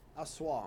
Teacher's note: So your accent is on the, on the Wang. The second syllable